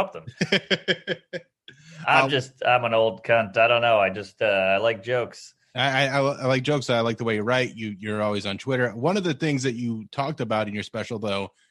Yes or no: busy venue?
no